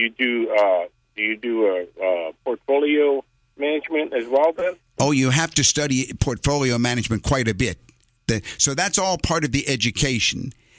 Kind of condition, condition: link, phone line